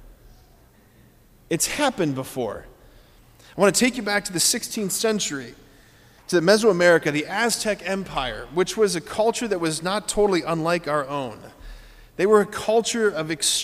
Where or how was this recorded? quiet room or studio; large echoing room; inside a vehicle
large echoing room